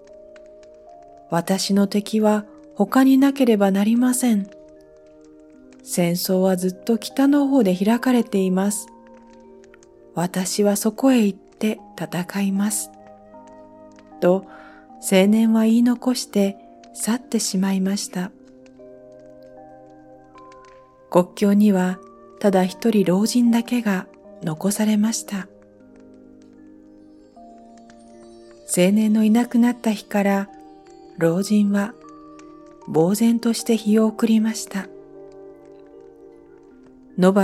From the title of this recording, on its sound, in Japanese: 焚火の音付き